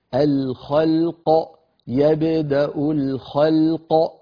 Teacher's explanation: يبدأ الخلق، لو وقفنا عليها عندنا لام ساكنة وبعدها قاف قاف مقلقلة تسكن بسبب الوقف